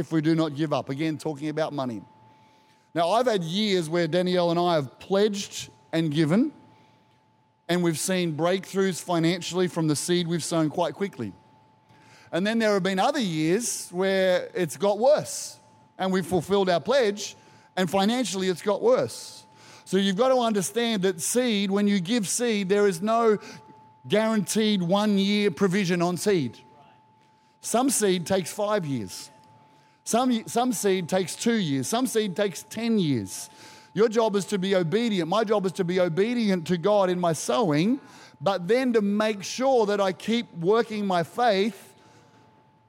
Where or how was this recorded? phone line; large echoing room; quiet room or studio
large echoing room